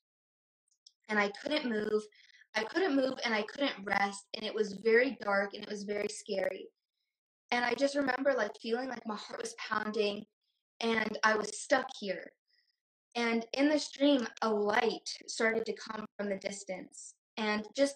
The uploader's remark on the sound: Invited me onto her IG Live. The sound is a bit corrupted on the podcast.